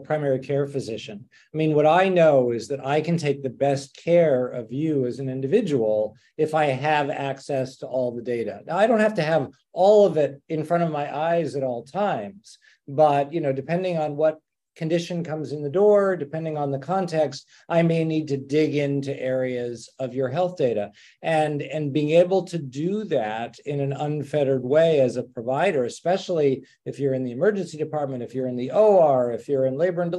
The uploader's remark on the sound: Webinar. We convene a distinguished panel of health data interoperability and privacy experts to discuss the findings live.